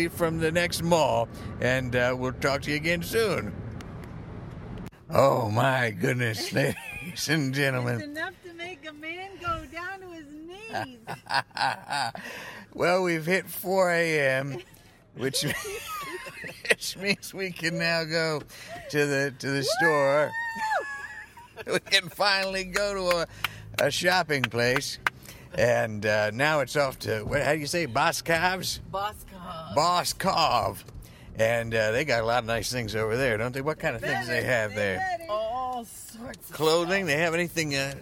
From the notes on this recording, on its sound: A Thanksgiving special episode, recorded largely in a moving vehicle as it hurtled through the pre-dawn parking lots of Pennsylvania.